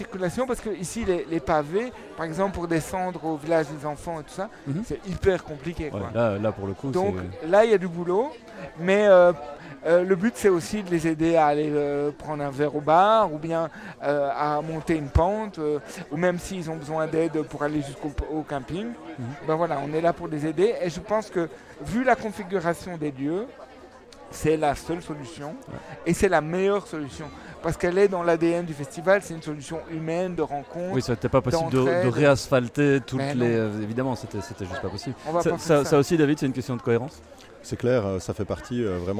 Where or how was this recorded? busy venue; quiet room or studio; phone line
busy venue